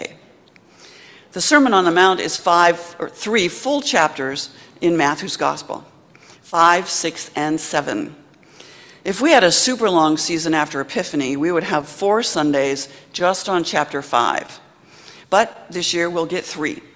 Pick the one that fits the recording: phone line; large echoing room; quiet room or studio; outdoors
large echoing room